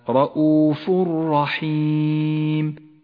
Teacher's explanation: وأخيرا الإدغام بلا غنة في قوله تعالى رؤوف رحيم، التنوين وبعده حرف الراء، يسقط التنوين من اللفظ ولذلك لون بالرمادي وتشدد الراء التي بعده